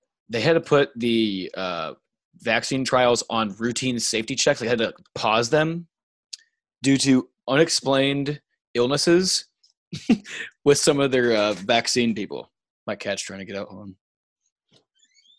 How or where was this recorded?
video call